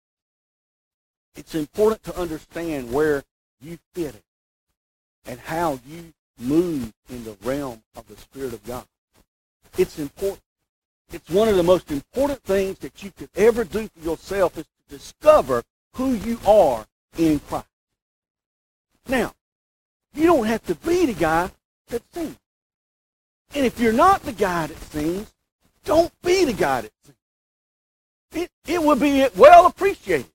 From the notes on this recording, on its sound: We apologize for the poor quality of this recording.